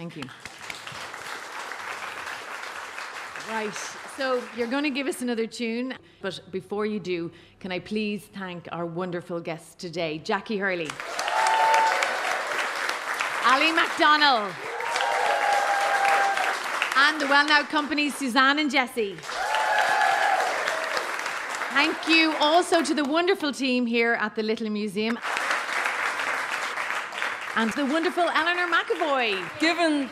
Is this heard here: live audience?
yes